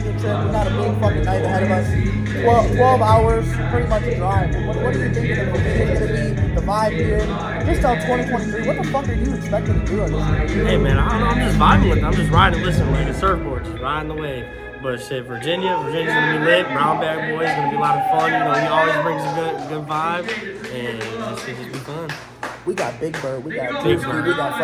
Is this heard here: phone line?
no